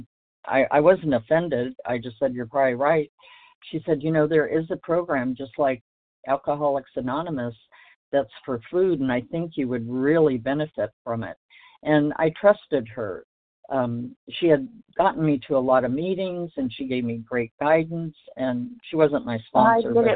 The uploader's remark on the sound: from the 100 Pounders Phone Meeting